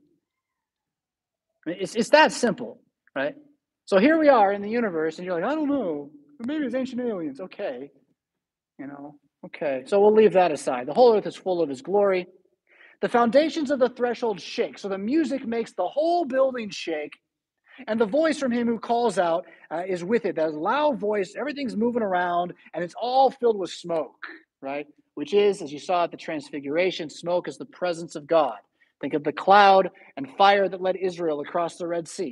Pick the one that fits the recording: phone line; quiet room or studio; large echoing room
large echoing room